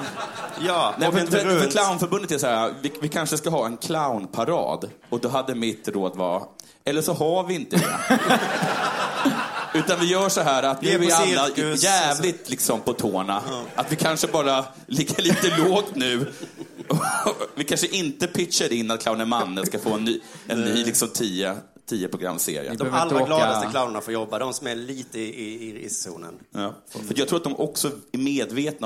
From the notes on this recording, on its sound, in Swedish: spelades in live på Scalateatern